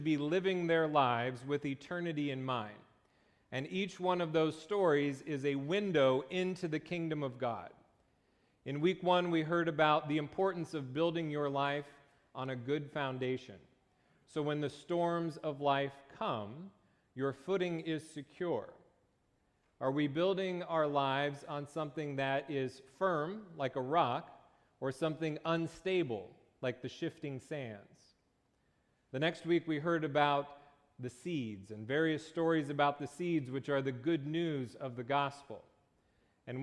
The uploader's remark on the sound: Location: Faith Christian Reformed Church (New Brighton, MN)